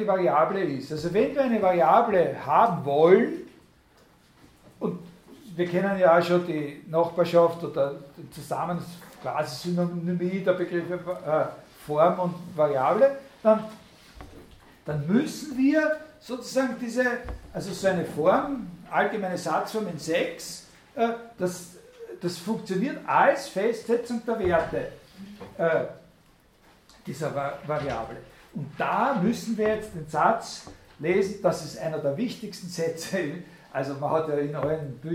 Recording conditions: large echoing room